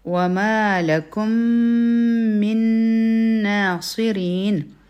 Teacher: بلکم کې میم ساکن دی، مخکې میم راغی نو دلته کې به ادغام کوو. د میم د میم سره ادغام دی او دیته ادغامی مثلین وایي.